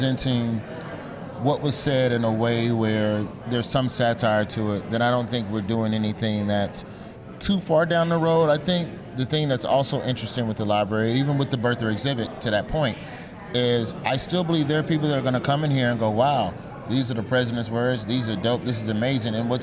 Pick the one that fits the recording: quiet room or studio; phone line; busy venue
busy venue